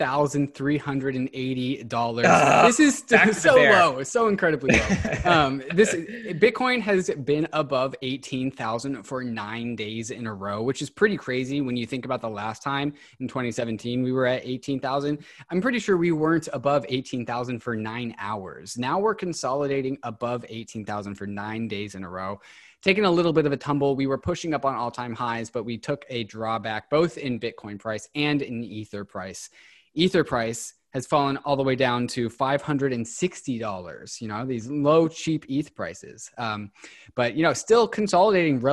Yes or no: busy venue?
no